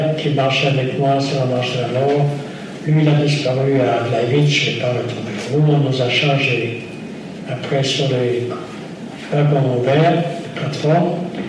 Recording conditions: live audience